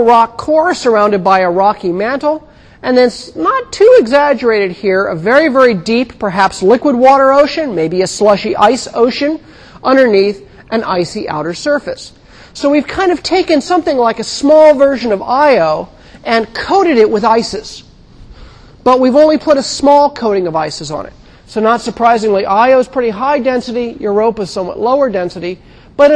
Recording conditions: large echoing room